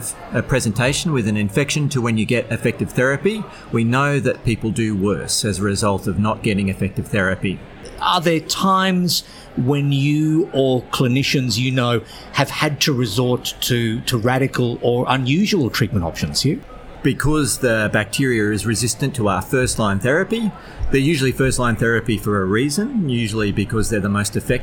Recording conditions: busy venue